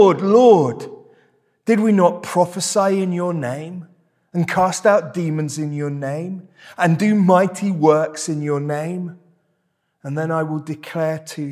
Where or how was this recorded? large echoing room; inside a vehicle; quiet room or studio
large echoing room